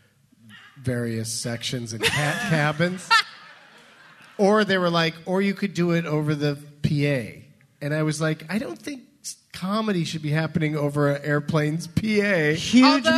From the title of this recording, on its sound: LIVE FROM BUMBERSHOOT